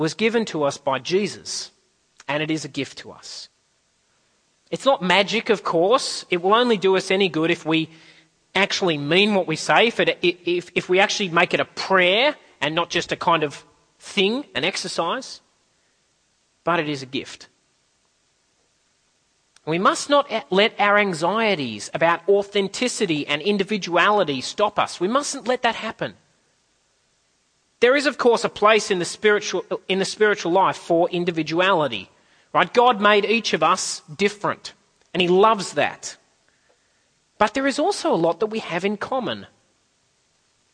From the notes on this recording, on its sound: At a CIG service.